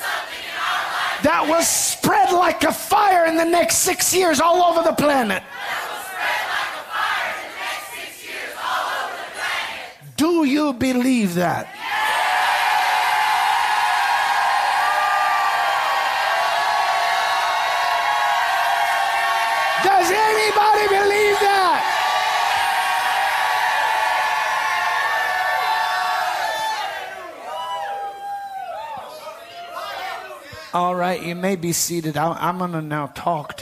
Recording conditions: large echoing room